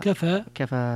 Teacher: كفى فيها الإمالة والتقليل والفتح